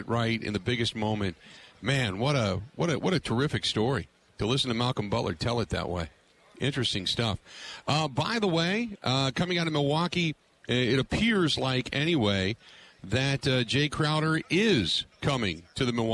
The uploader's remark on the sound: Live From Super Bowl Radio Row